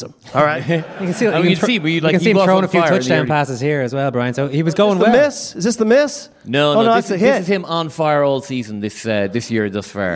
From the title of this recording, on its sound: Live from Liberty Hall Theatre